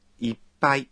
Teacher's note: ippai incluye un sonido asimilado. Al pronunciarlo hay que contener la respiración un instante.